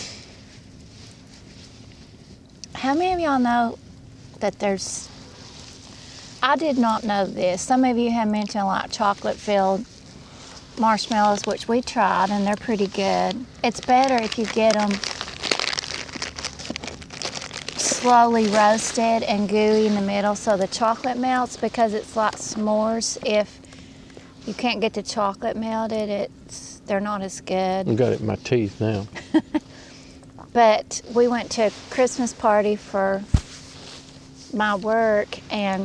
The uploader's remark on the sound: Fireside chat from Norris Dam State Park